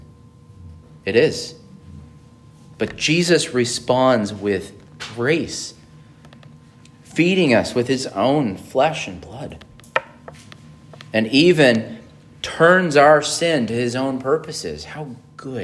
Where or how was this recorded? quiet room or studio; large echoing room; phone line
large echoing room